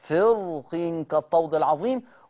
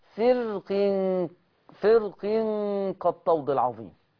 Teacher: وجيت عند فرق، مرة جبتها بالتفخيم فرق كالطود العظيم، ومرة جبتها بالترقيق فرق فرق كالطود العظيم.